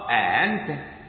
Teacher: ما بين الهمز والالف يعني ما بين مخرج الهمز ومخرج الالف · Term: التسهيل